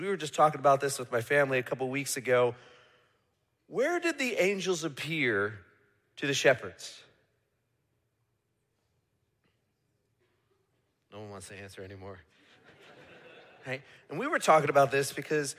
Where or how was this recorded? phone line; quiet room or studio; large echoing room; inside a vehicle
large echoing room